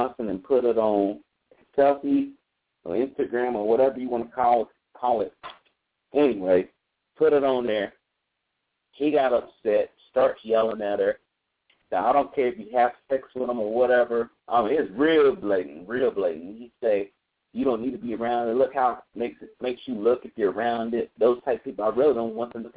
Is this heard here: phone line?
yes